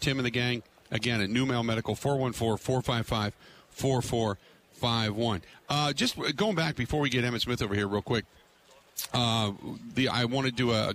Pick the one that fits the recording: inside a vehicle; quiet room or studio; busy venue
busy venue